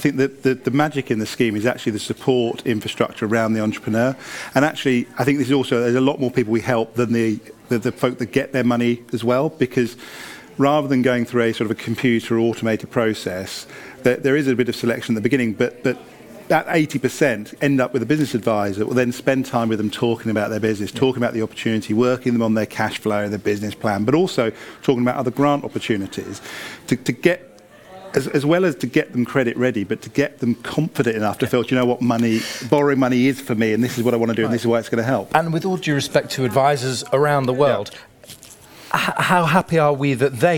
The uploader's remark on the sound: Spoke on the first day of Elite Business on 10 March for the Financial Management panel discussion.